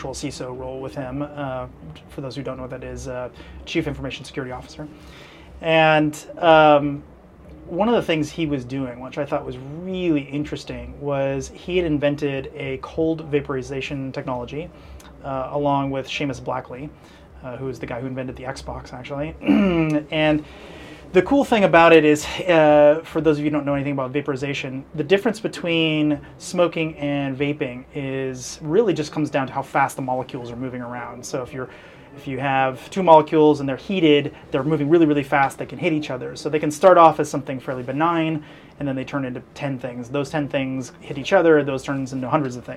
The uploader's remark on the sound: sit down on location at SXSW